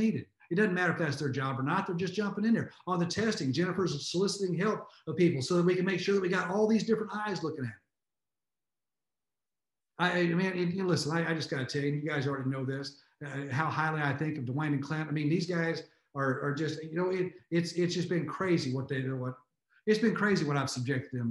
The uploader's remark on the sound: Surge365 Zoom Update Replay.